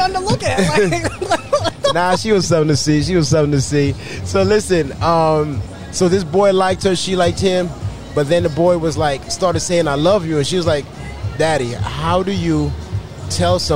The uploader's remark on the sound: This episode was recorded outside